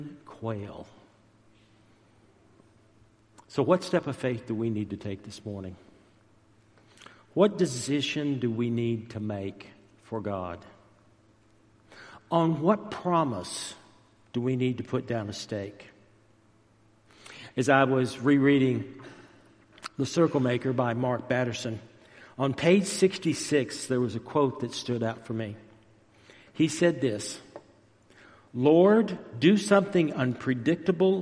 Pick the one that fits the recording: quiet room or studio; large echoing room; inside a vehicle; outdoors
large echoing room